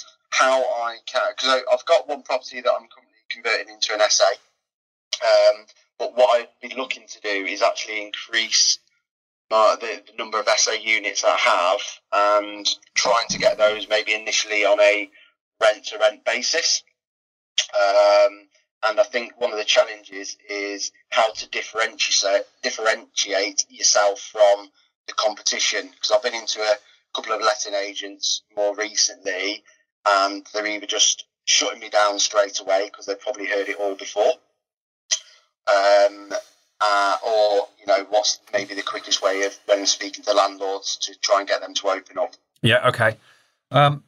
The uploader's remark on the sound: live mentoring call